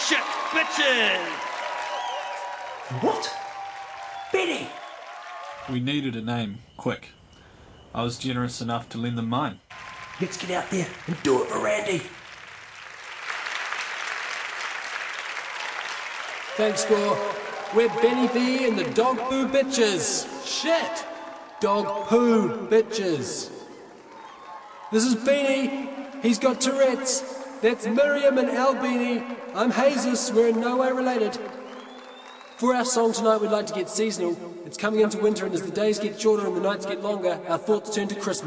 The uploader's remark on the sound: Live at the Gold Guitars. Under special commission from RNZ.